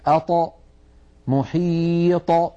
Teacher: وهي صفة القلقلة فإذا سكنت الطاء اهتزت في مخرجها وخرجت بالتباعد بين طرفي عضو النطق ولم تخرج بالقرع أو بالتصادم بين طرفي عضو النطق، عضو النطق